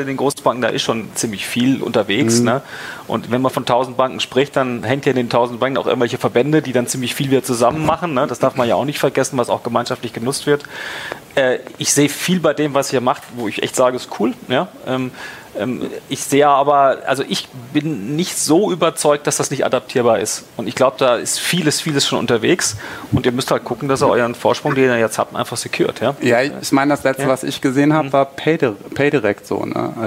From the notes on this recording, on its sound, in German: Live von der BEX20